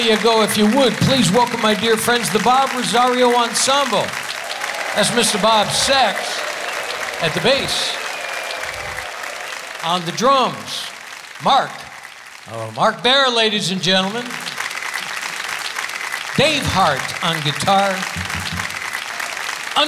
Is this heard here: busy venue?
yes